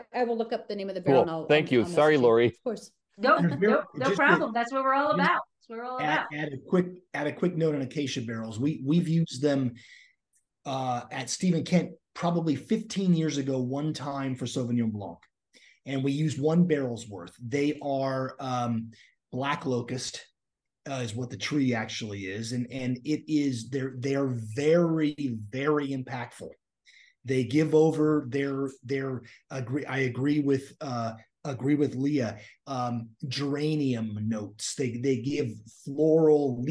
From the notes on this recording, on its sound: We got together via Zoom and shared our love of the greatest grape variety on earth.